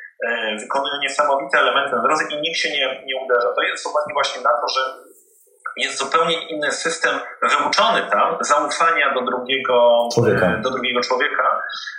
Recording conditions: poor sound quality